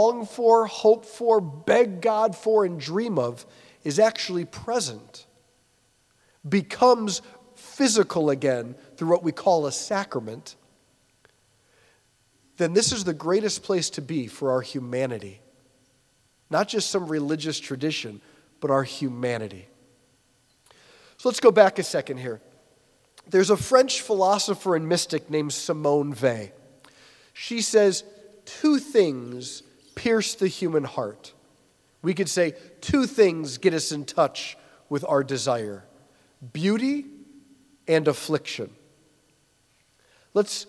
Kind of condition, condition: setting, large echoing room